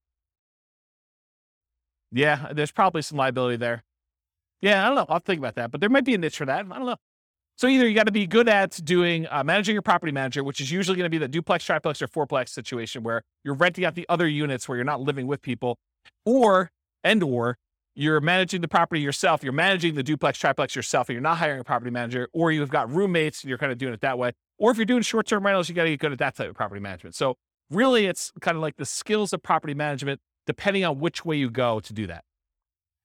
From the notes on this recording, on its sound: This was a live class recorded